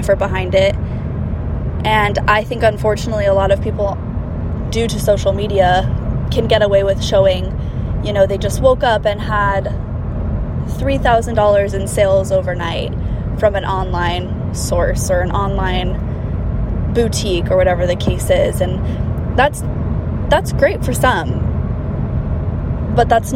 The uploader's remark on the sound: This episode was recorded on my drive to our San Diego Location so I apologize in advance for the quality not being the best